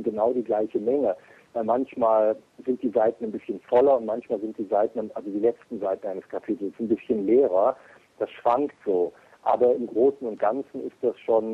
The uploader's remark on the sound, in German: Wir bedanken uns nochmals für das wirklich wunderbare Telefongespräch.